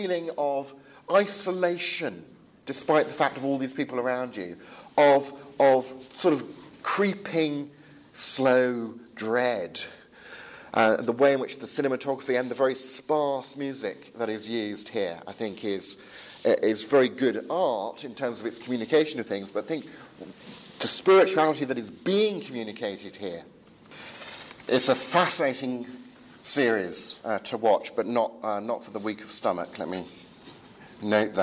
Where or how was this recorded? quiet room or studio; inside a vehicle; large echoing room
large echoing room